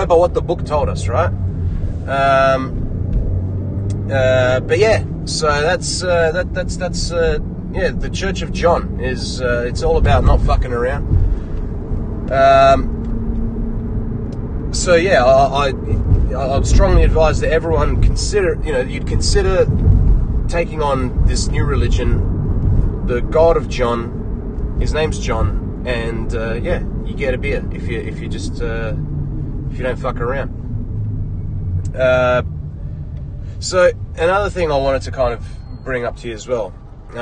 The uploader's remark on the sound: This episode was recorded in my car on the way to work. Sorry for bad audio.